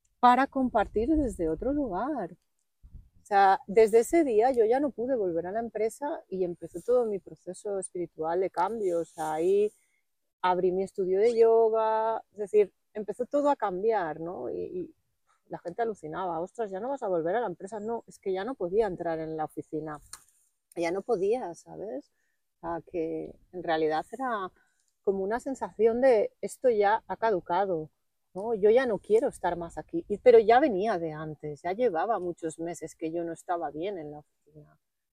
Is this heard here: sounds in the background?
yes